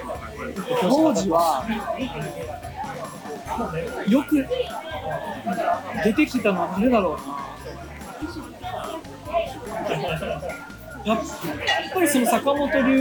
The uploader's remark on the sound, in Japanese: スマホのマイクに向かって語りかけながらお届けする心象スケッチ